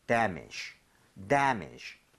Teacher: damage 앞쪽에 강세를 주고 마지막에는 힘을 좀 빼고 하시는데 중요한 건 여전히 쥬 하려고 노력은 해야 됩니다.